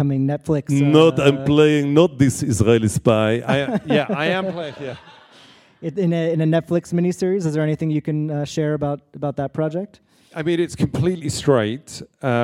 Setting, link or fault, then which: setting, live audience